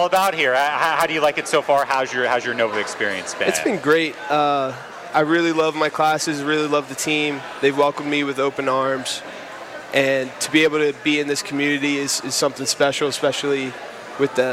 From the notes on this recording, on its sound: WXVU broadcasted live from the Connelly Center for the 15th annual Get In The Game-Be The Match bone marrow stem cell registry initiative, hosted by the Villanova University Wildcats football team.